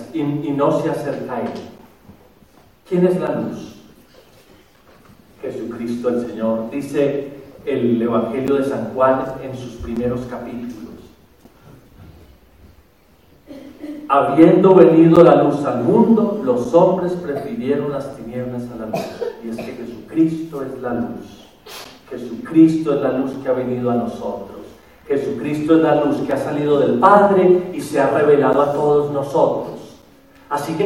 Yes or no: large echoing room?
yes